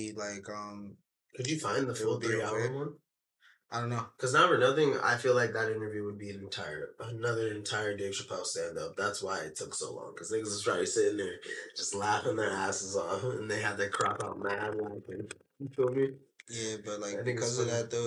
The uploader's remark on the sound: Lastly, we apologize for the technical difficulties from this episode and last episode.